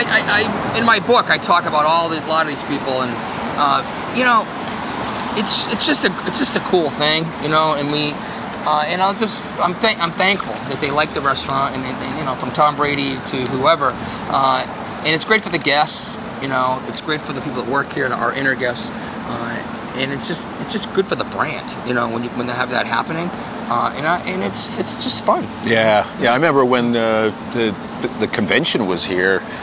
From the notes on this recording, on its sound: walk and talk in Boston's Back Bay